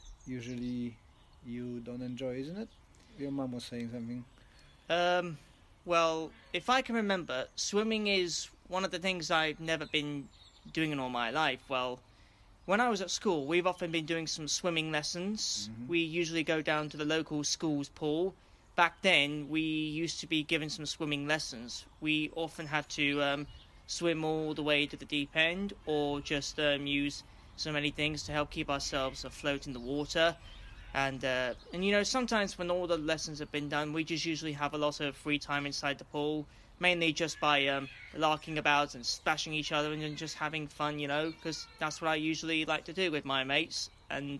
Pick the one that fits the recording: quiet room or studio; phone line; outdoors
outdoors